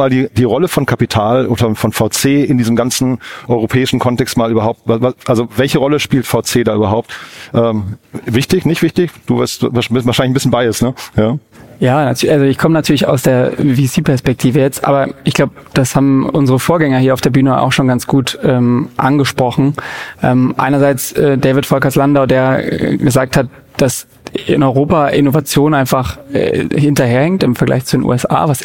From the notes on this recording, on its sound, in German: Live von der PAKCon 2023 von Project. In der Live-Podcastfolge.